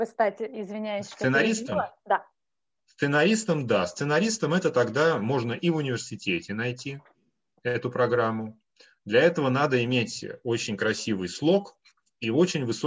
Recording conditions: video call